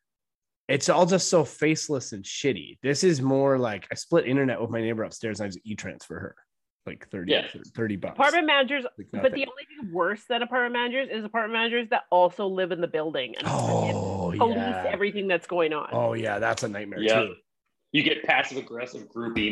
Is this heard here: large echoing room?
no